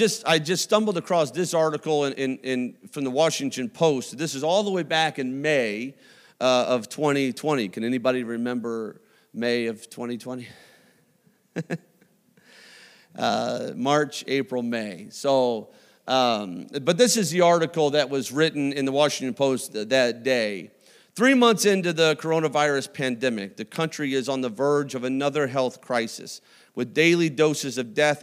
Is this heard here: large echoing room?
yes